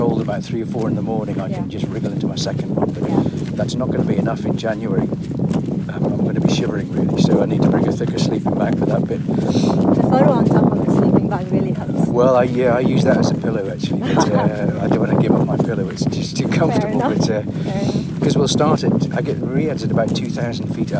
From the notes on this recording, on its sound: A windy walk to Abu Jifan Fort.